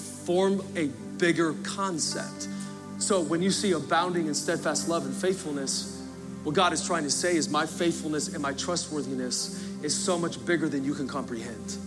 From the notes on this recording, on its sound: Recorded Live at Capital Church in Meridian, Idaho